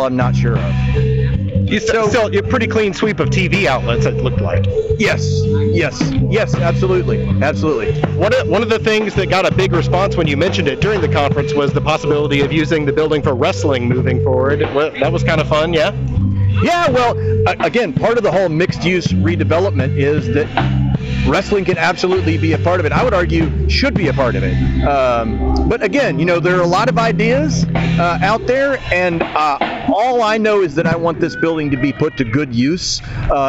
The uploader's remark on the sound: on location at The WrestleCenter